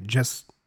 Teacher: I think the T here in just is not pronounced. Yeah, it's more of a stop consonant